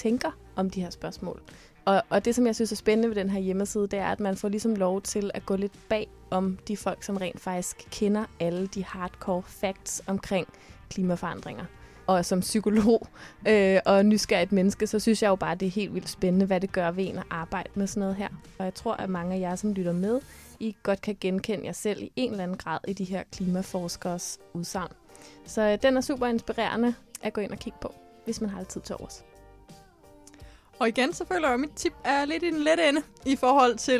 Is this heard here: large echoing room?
no